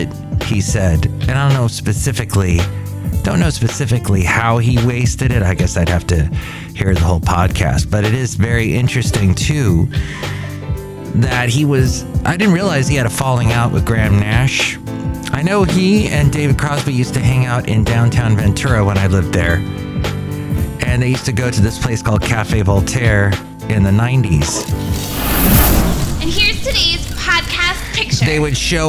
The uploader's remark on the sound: podcasts live from Cafe Anyway